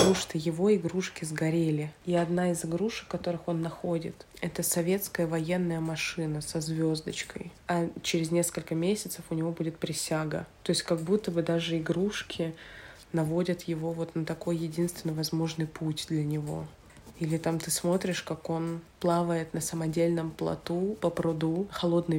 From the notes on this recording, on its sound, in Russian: что за шум на заднем плане: «Здесь все сидят и монтируют»